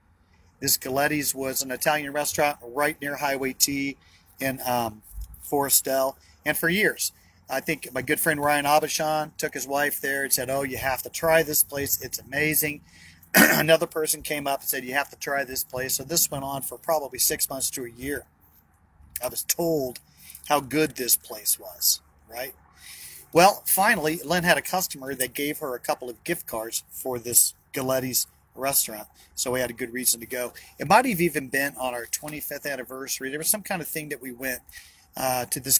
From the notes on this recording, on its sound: BROWN BAG IN THE VAN!